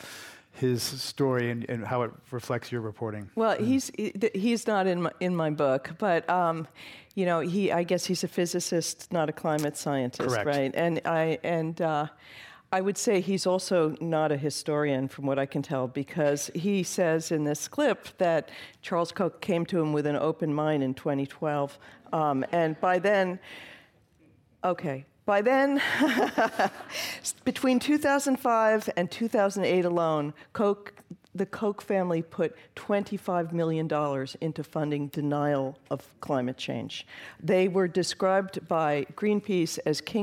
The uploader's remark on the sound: This program was recorded in front of a live audience at the Louis B. Mayer Theatre at Santa Clara University on April 4, 2017.